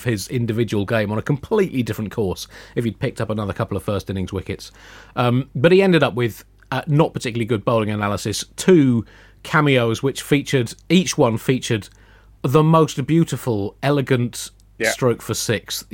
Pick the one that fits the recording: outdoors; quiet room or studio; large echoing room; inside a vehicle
quiet room or studio